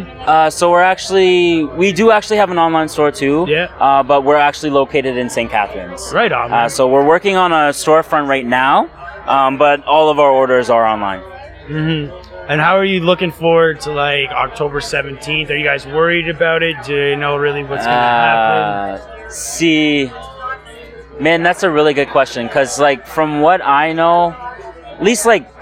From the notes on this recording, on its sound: LIVE at Canna Crawl. We had the pleasure of podcasting live from Canna Crawl hosted by High Society Supper Club. We chatted with local business owners and various people in the industry.